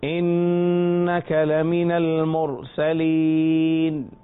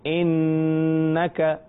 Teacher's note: نون مشدد ہے غنہ ہوگا لمن المرسلين مرسلين را کو یہاں پر پر پڑھیں گے.